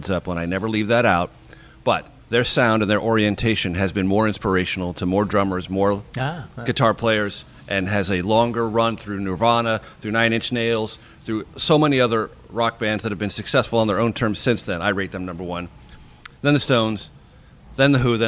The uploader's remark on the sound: We're at Ris in Washington's West End.